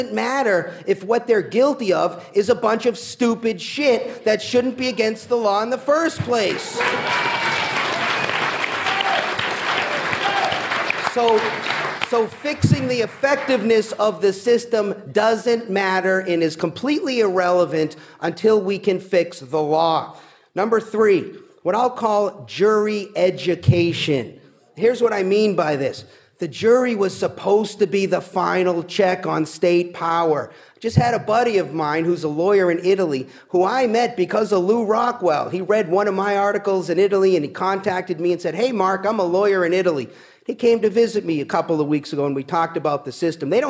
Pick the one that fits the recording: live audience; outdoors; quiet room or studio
live audience